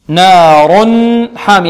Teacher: النون مرققة الألف بعدها مرققة في كلمة نار النون مرققة والألف مرققة والراء مفخمة لأنها ماذا مضمومة